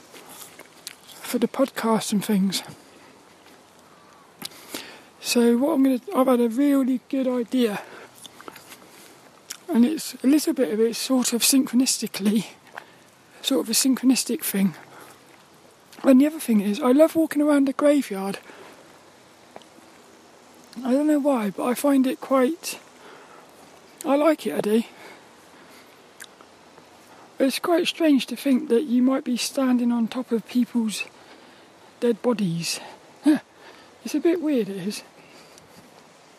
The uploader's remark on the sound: A WALK AND TALK AROUND A GRAVEYARD IN THE RAIN. This 'About The Tings' episode was a walk and talk around a Graveyard in Plymouth.